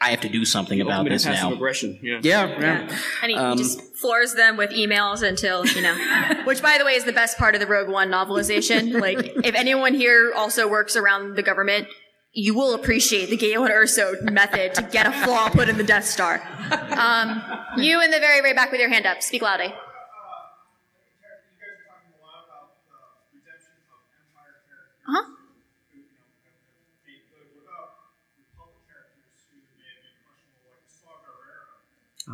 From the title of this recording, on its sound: Live from Awesome Con